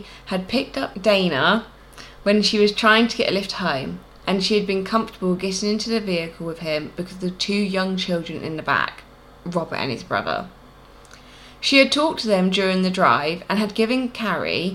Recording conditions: sounds in the background